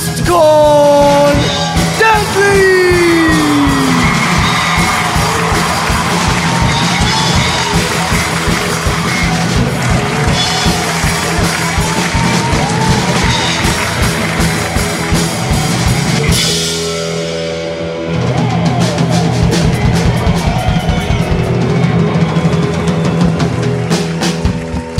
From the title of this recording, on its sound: LIVE from the Cooly Hotel